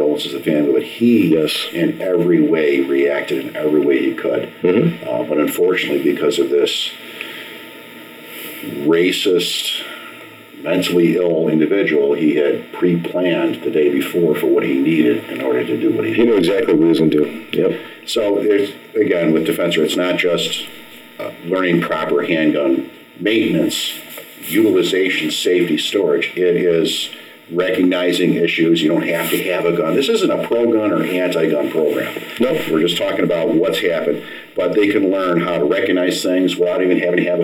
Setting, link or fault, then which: fault, poor sound quality